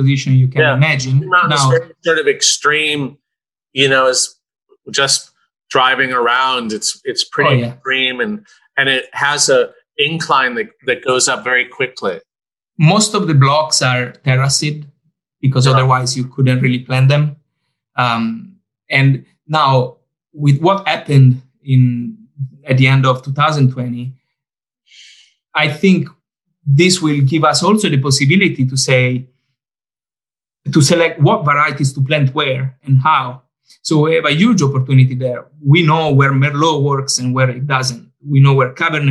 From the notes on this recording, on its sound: over Zoom